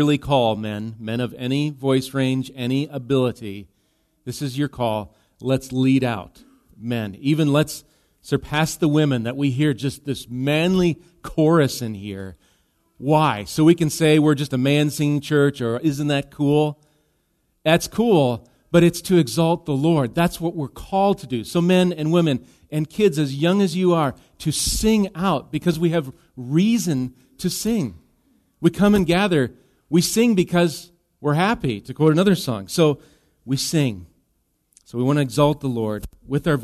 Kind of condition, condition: setting, large echoing room